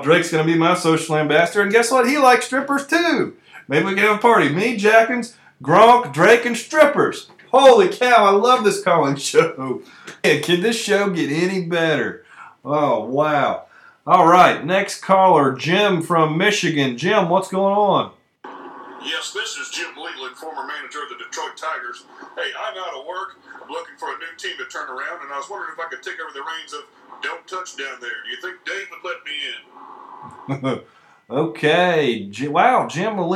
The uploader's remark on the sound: takes phone calls for the entire episode